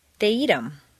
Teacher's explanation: in fluent speech, the TH of them is frequently dropped